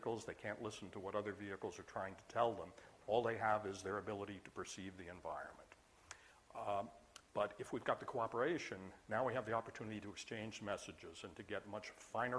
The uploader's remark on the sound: IFE Distinguished Visitor Lecture, recorded 29 September 2017 at QUT